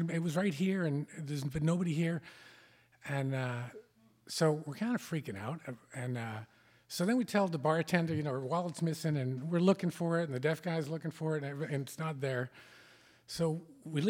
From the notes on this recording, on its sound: Recorded in front of a live audience on August 24, 2016 at Wellfleet Preservation Hall.